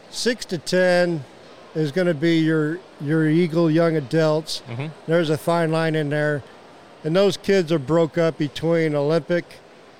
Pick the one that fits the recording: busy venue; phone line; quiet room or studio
busy venue